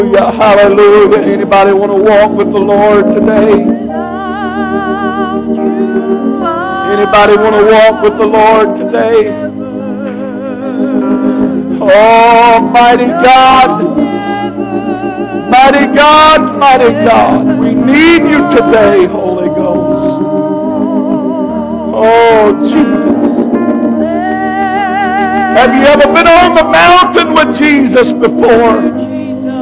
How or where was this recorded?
large echoing room